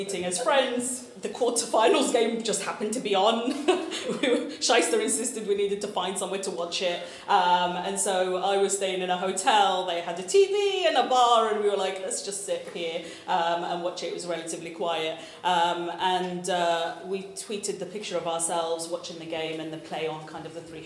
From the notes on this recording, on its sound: Held their first live event at The People’s Powerhouse, which is committed to creating a better and more equal North.